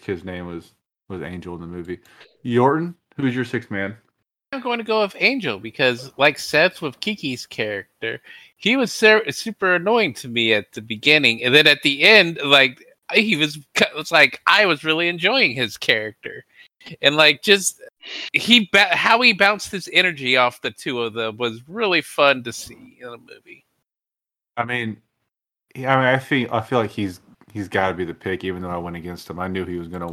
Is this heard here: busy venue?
no